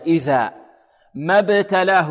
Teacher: الذال هنا من منتهى طرف اللسان مع منتهى طرف الثنايا العليا